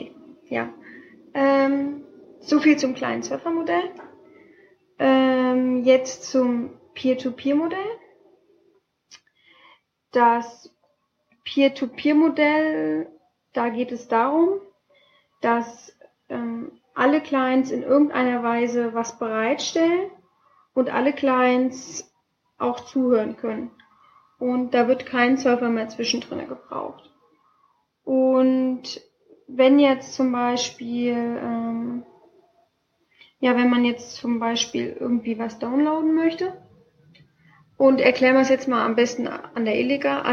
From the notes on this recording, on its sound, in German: Der Ton ist immer noch nicht ideal.